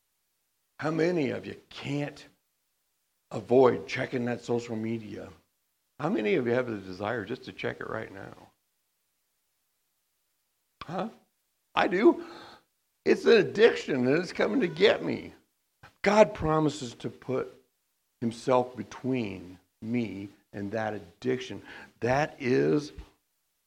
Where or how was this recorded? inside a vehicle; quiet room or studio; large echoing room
large echoing room